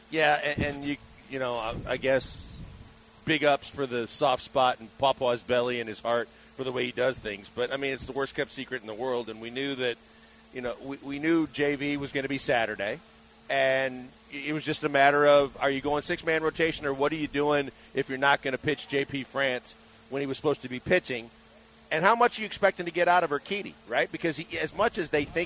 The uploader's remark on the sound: LIVE from Drift Bar in the Heights!